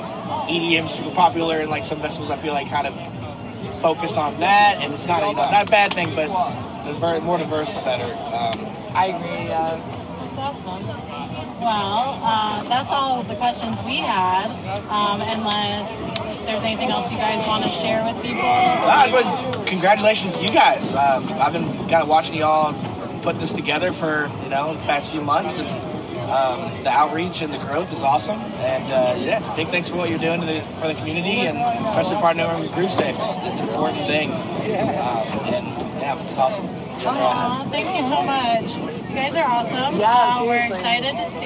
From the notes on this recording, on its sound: at Summer Camp Music Festival